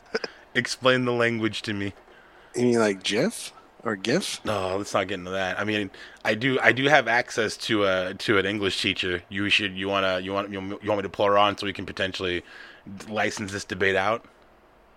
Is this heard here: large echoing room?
no